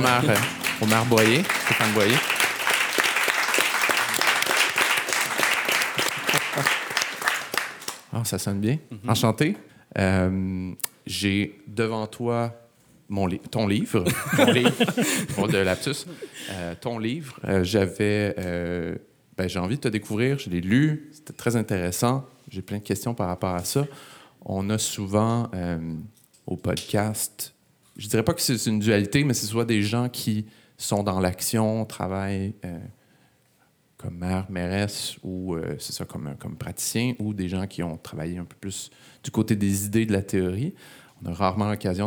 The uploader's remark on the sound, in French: Pour ce premier événement public de Cadre Bâti. À l’espace ville autrement.